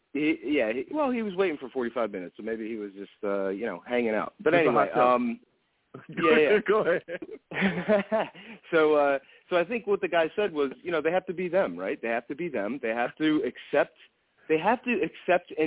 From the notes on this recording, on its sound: I take live callers!